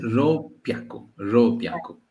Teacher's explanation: en vez de roku hyaku, ropyaku. Entonces suena una doble P